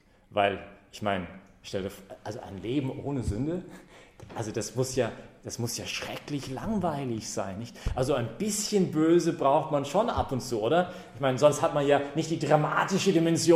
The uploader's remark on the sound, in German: Predigt bei der BeFree Messe am 17-5-2015